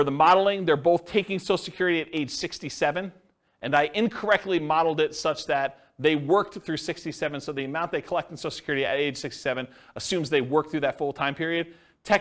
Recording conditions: live audience